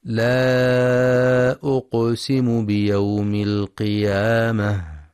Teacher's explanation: ينتبه القارئ للمد المنفصل في لا أقسم، حيث يمد أربع أو خمس حركات في رواية حفص من طريق الشاطبية.